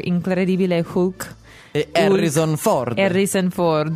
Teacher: You'll notice that Italians don't really pronounce the H because in Italian you never pronounce the H.